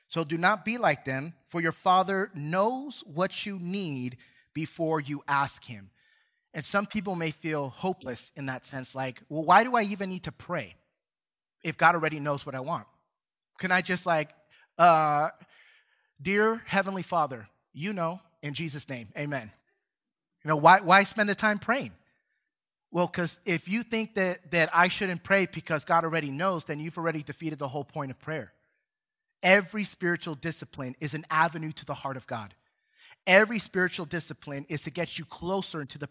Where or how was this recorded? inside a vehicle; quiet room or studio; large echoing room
large echoing room